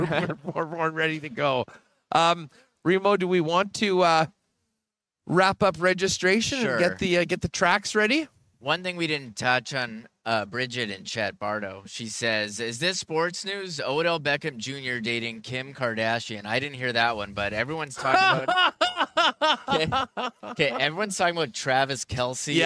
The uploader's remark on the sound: Live at Winnipeg Jets Training Camp Day 2. They are live from the hockey for all centre for Day 2 of Winnipeg Jets Training Camp.